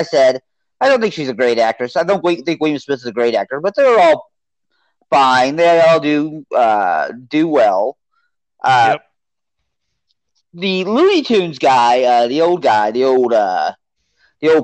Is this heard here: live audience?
no